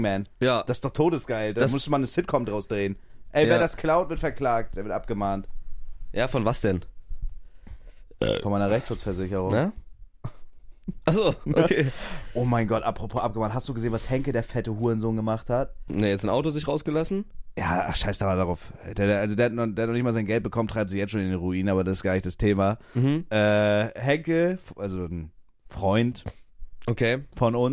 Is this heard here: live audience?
no